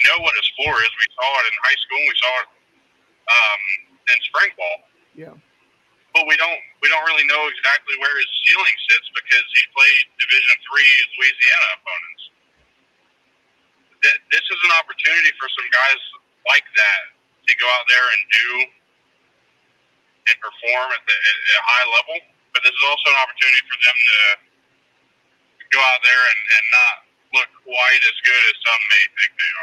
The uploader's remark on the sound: (via phone)